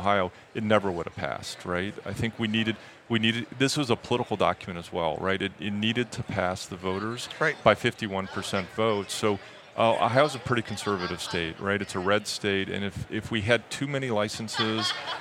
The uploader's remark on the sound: Recorded at MJBizCon 2023